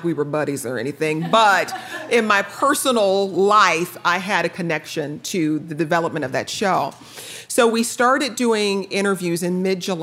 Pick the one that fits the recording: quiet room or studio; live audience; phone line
live audience